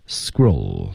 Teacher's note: scroll 尾音舌尖抵上齿的这个上颚的位置